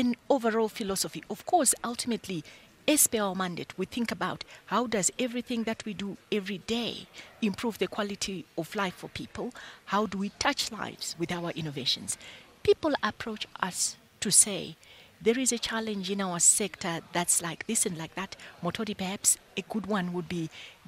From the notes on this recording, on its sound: We are coming to you live from the Inanda Club in Sandton where the Council for Scientific and Industrial Research, also known as the CSIR, is launching its technology commercialisation enterprise known as CSIR C Cubed.